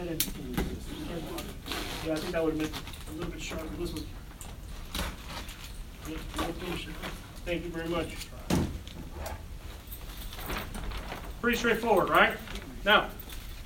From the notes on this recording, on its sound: A collection of training segments, interviews and more, live from the Experience Convention in Fort Lauderdale FL May 2023.